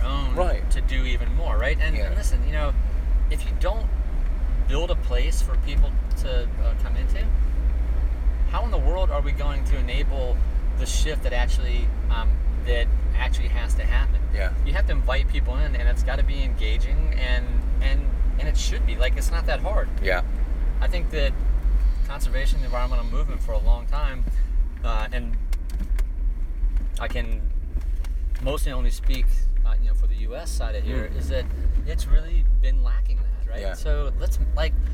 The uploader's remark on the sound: Recorded in his car to and from a cheeky surf session north of San Francisco.